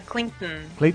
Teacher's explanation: o som ele quase que sai pelo nariz